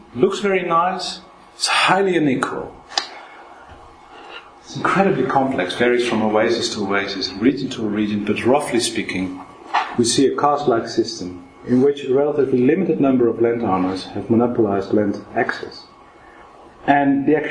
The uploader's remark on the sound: This podcast was recorded on Wednesday 7 March 2012 at the Oxford Department of International Development, University of Oxford.